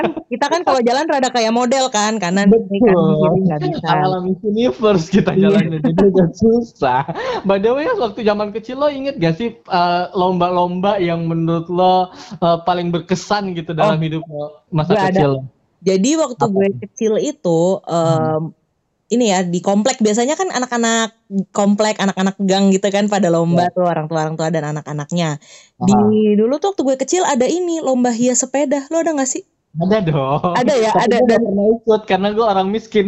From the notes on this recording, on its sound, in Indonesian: podcast kali ini direkam secara virtual loh